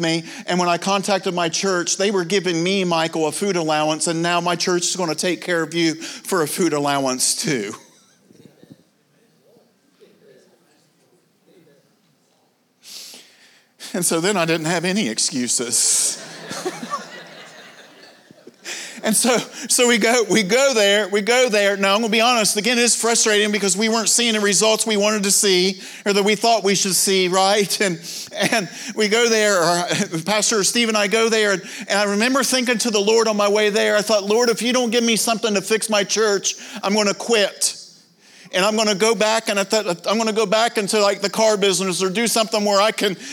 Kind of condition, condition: setting, live audience